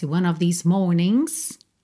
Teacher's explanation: esse G de morning também não é pronunciado, você vai do N direto pro S.